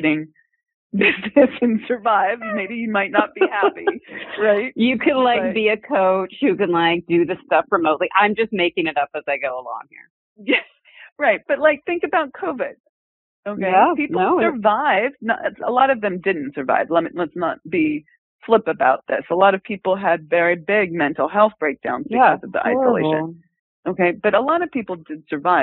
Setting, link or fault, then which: link, phone line